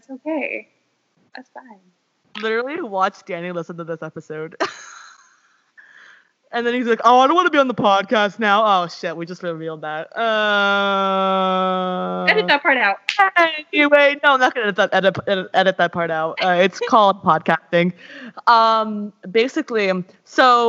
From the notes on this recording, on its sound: the audio in this and the next episode aren't the best